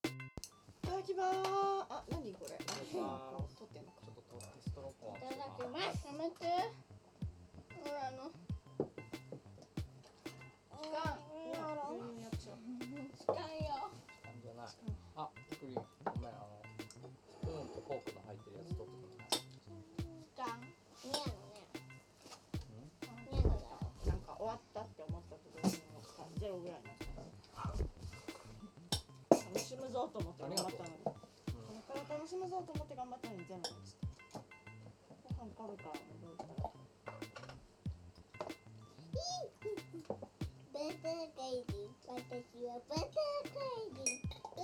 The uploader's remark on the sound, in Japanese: 事前に収録した音声のノイズがひどくて公開できなかった為。子どもたちとの朝ごはんの様子をお送りします。トラブル対処後にテスト録音のつもりで録ってた音です。